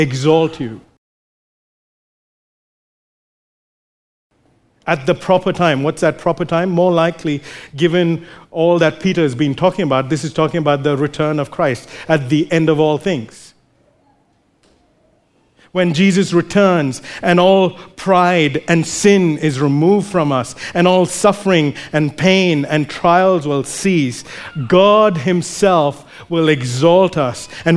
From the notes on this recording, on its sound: recorded live at Grace Community Bible Church